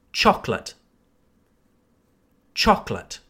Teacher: This word has two syllables and we emphasize the first syllable.